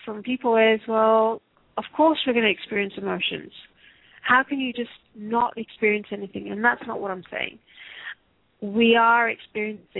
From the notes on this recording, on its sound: Takes your calls for healing live today!